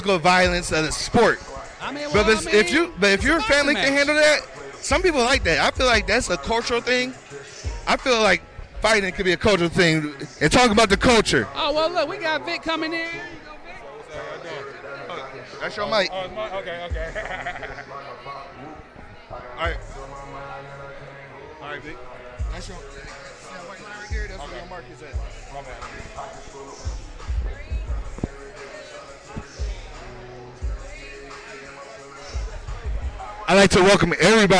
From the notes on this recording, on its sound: Recorded in Atlanta, GA at Cosmopolitan Premier Lounge. Heartland Radio covers a Night Of Championship Boxing presented by Pulse Boxing.